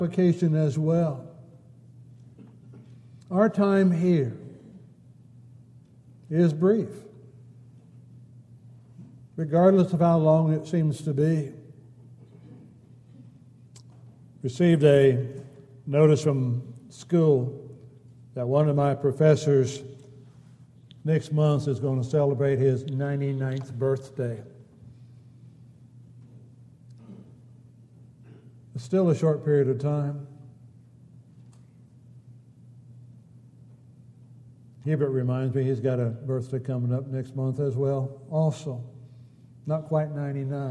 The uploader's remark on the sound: Downtown Church Of Christ Audio Sermon